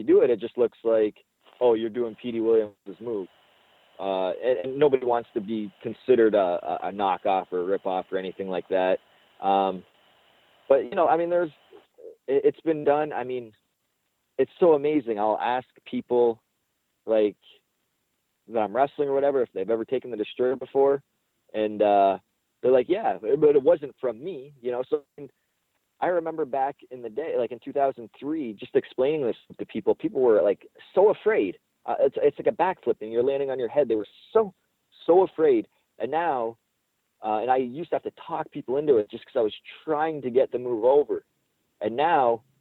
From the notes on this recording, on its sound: Impact Media Call. Impact Wrestling Media Call.